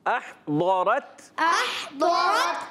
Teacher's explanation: ضاد کو موٹا رکھیں موٹا کریں گے اور را کو بھی پر کریں گے ضاد کو بھی پر کریں گے